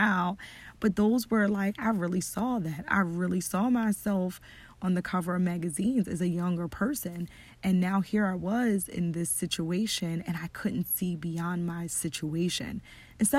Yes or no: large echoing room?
no